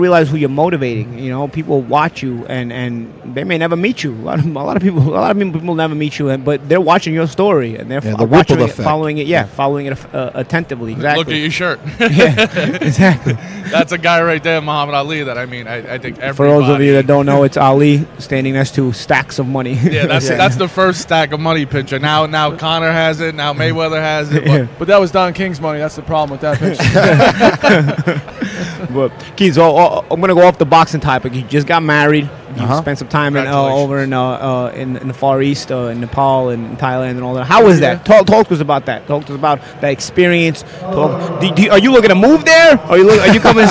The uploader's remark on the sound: Live From the Showtime 154lb Championship Triple-header Weigh In!